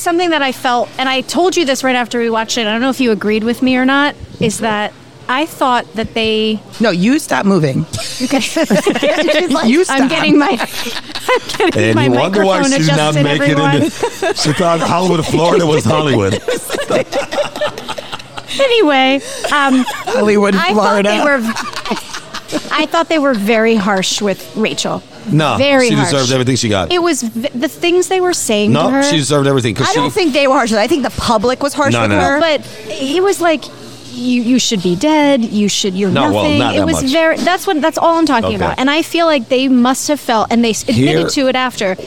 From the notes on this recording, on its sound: Recorded at Pizza District.